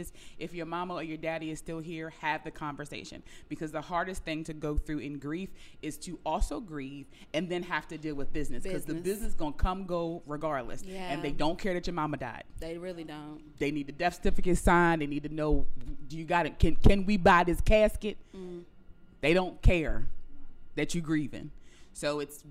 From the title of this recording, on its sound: Live From the #SelfCareIRL Retreat In Mexico